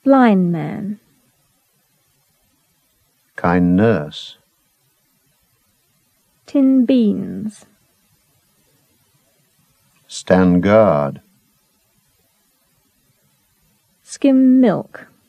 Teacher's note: The omission of D before nasals and weak stops